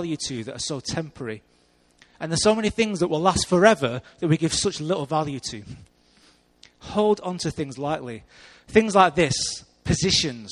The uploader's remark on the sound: Recorded live at Life Church Lancashire on Sunday 28th September 2014.